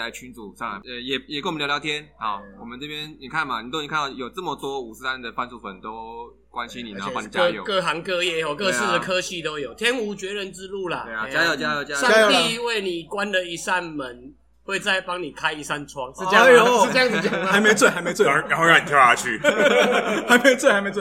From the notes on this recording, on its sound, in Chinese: 漂浮台北。酒吧內錄音，音質較差，請見諒。